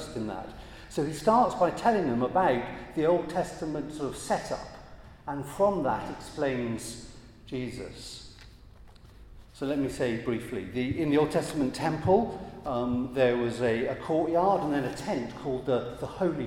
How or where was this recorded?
large echoing room